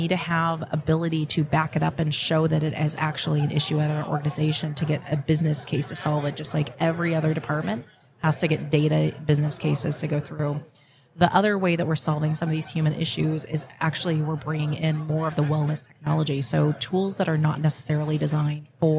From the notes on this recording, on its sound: Live at the HR Tech 2022 conference